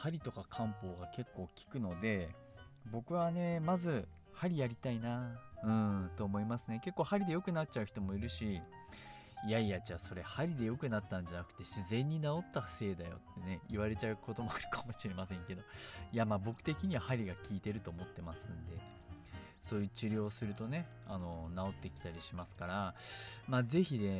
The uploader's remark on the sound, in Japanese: 今回はいい天気の時に庭で録音しました。鳥の鳴き声が入っていますがBGMと思って聴いてください。